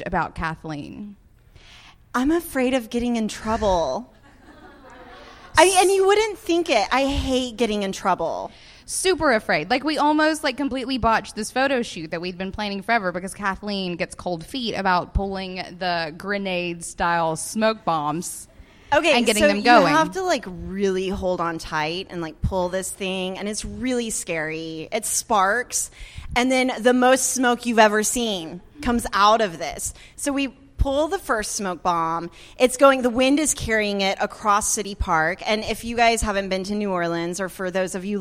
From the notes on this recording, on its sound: Woo and Curiosities Live from NOLA. We're coming at you live from our podcast recording at Being Boss New Orleans!